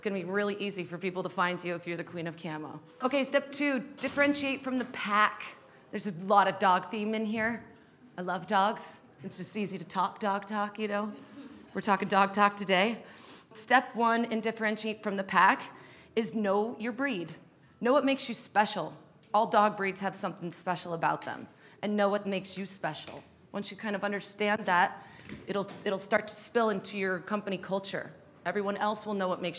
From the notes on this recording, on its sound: Shared with the skucon audience in Las Vegas where she delivered a talk.